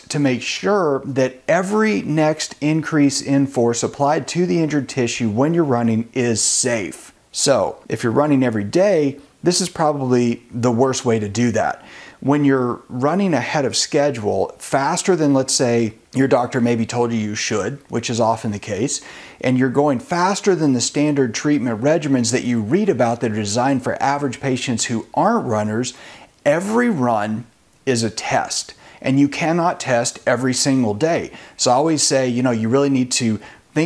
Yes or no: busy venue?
no